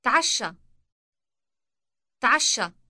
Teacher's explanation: Note the elongated sh sound.